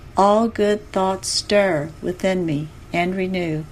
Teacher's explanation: 4 stressed syllables in a row, 2 spondees, serve to emphasize the words being spoken